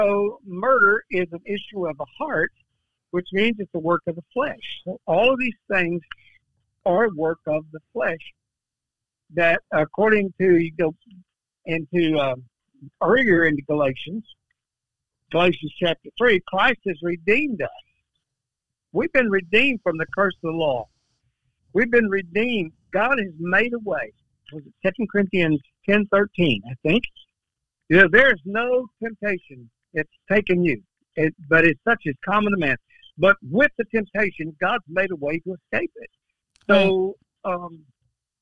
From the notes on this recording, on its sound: we have special guests on by phone